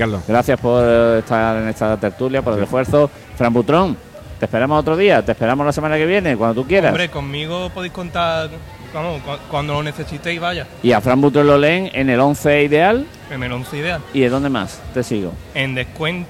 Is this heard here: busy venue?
yes